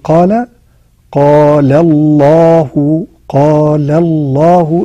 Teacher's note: والألف يقدر بمقدار حركتين، أي كأننا نقول الألف من كلمة قال، عايز أقول مثلا قال قال الله قال الله، الزمن بتاع قال ده حركتين